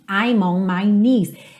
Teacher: I'm on my knees, I'm on my, tudo juntinho, I'm on my knees. Lembra que o K do knees é totalmente mudo.